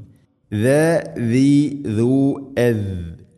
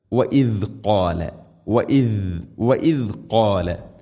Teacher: മുൻപല്ലുകളുടെ ഇരുനിരകൾക്കിടയിലൂടെ നാവിൻ്റെ അറ്റം വളരെ നേരിയ തോതിൽ പുറത്ത് ഉണ്ടായിരിക്കണം.